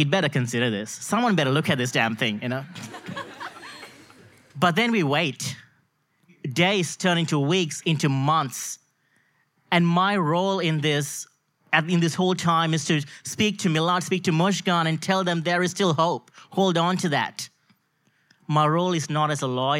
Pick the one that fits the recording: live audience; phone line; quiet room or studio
live audience